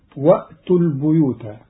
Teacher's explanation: قرأ قالون كلمة البيوت بكسر الباء لأن بعدها ياء، والكسر من جنس الياء.